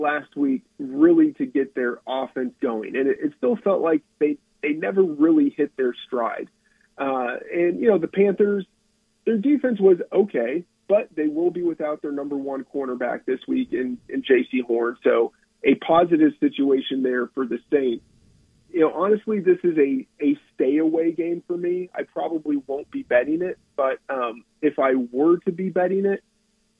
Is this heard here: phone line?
yes